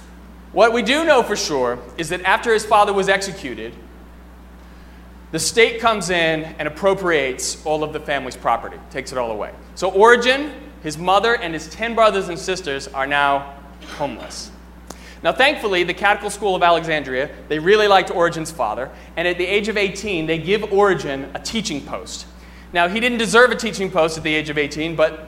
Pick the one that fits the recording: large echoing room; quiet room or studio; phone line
large echoing room